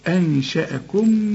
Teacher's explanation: نون وبعدها الشين، والشين من حروف الاخفاء في غنة، وهنا الغنة مرققة